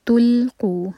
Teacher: تا کے بعد جب لام پر آئیں تو ہمارے ہوٹ گول نہ رہیں، فلیٹ ہو جائیں. تلقوا بی ایدیکم، حمزہ کا کٹ آف ساؤنڈ کلیئر.